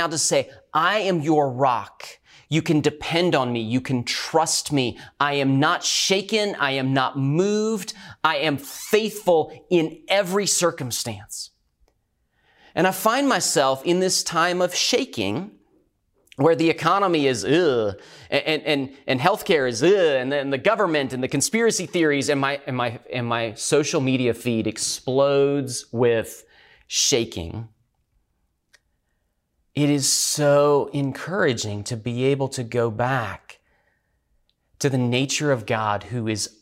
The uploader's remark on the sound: recorded at Northlands Church on May 17, 2020